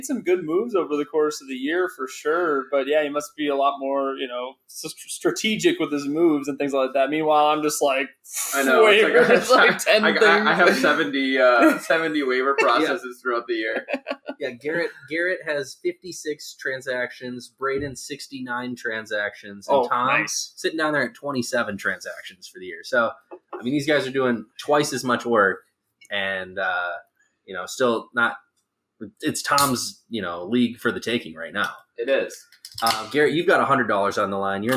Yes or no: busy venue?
no